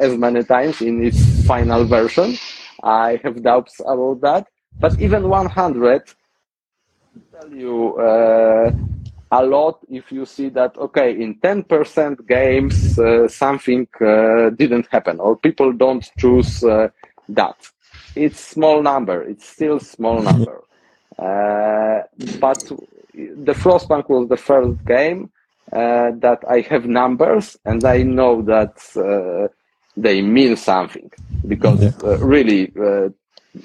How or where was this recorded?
video call